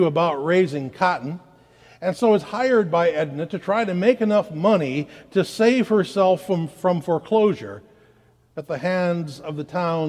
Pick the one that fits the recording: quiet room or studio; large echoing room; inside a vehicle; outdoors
large echoing room